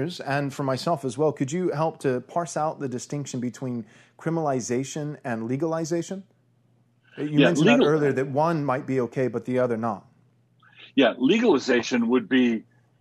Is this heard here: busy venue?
no